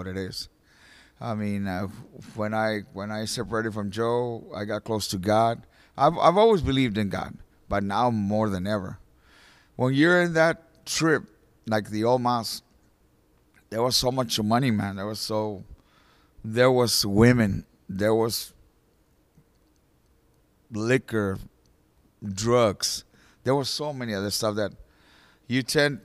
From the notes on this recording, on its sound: we recorded this interview at Most Precious Blood Catholic Church in Corpus Christi in December 2012